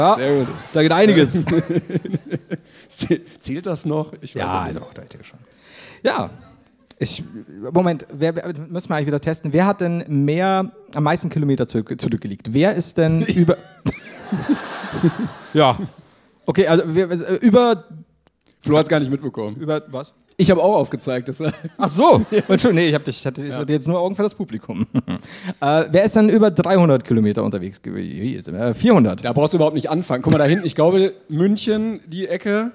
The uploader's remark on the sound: LIVE in Berlin